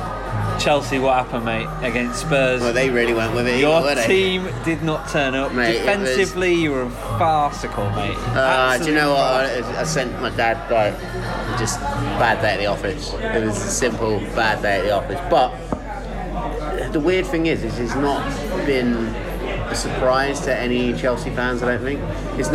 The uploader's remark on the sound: Although he does phone in to help with an email we received. In the pub.